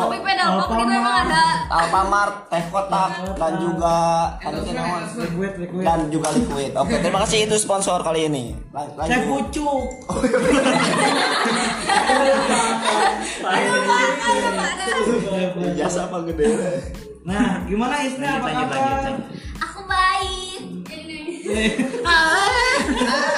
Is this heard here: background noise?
yes